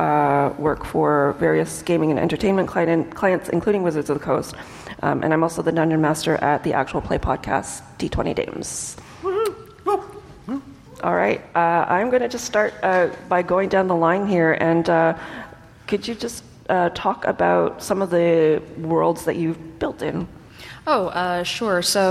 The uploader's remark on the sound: a panel from PAX West